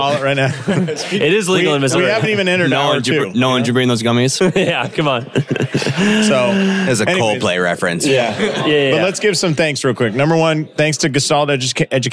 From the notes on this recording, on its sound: Live in St. Louis at Winchester Spine and Sport. This was recorded during a Clinic Gym Hybrid Live Event.